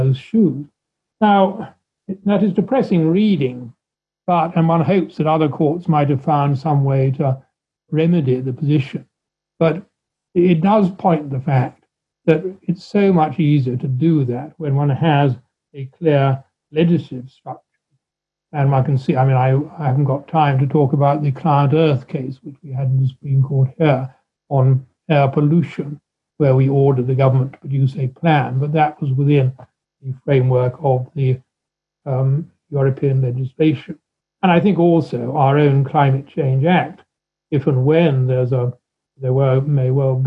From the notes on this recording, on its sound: In this webinar, a panel of experts and practitioners